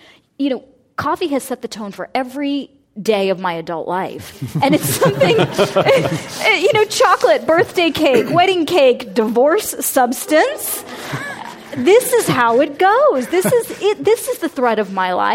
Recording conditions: live audience